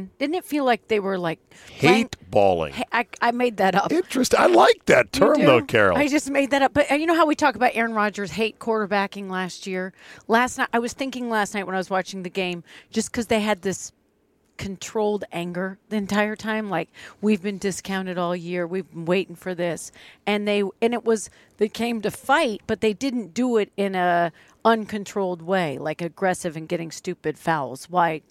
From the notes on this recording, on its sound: outside the Palm in Tysons Corner